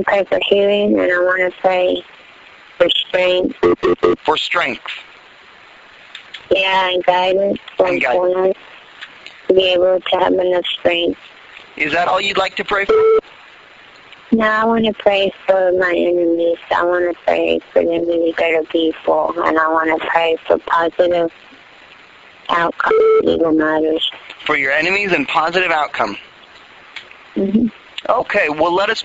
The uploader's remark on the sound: Prank Phone Calls.